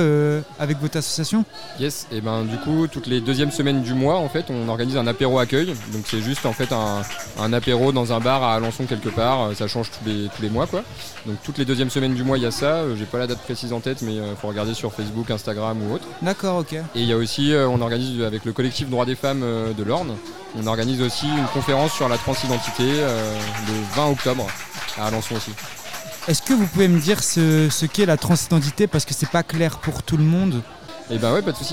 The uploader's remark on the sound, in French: L'équipe de Kolectiv' s'est rendue au festival Toc 3 à Alençon afin d'Interviewer les différentes associations présentes sur le site.